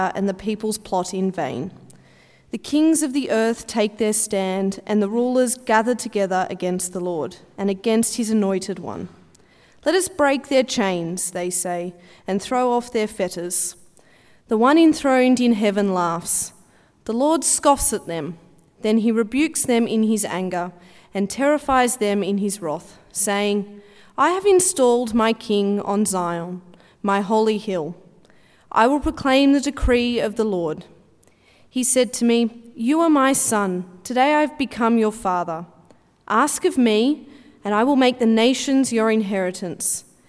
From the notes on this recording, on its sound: At a Church in the Graveyard service